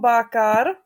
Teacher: se budou číst dvě dlouhý áčka, protože tady nemám ten případ, že mám uzavřenou nepřízvučnou slabiku, protože ta druhá je ta přízvučná a ta první je sice nepřízvučná, ale je otevřená.